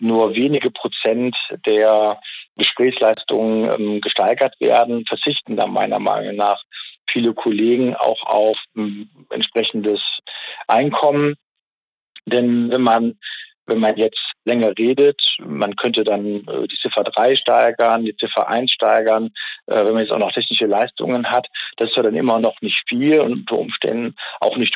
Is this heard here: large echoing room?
no